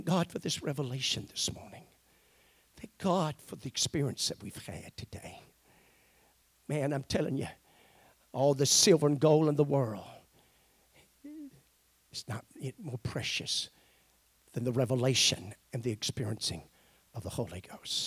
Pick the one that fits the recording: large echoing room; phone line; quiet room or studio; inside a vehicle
large echoing room